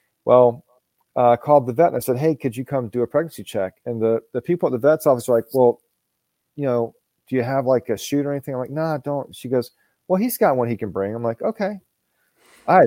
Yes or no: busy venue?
no